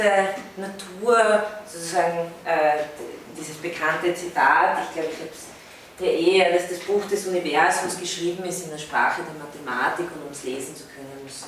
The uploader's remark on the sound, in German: von Studierenden aufgezeichnet